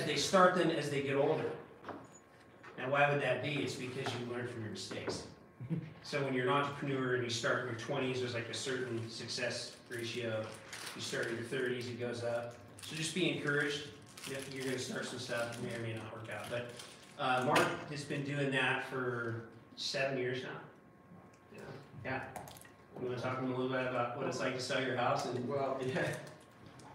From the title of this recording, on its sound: CHAPMAN UNIVERSITY LECTURE